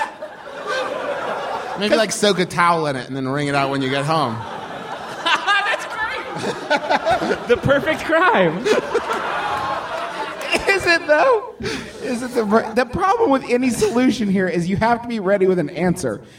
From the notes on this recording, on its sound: Live, from MaxFunCon